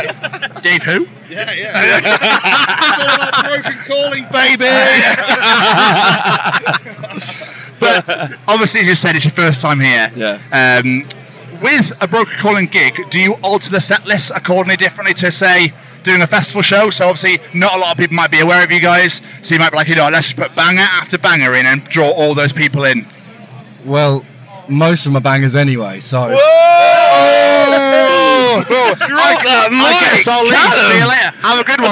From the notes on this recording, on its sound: Live from Bloodstock 2023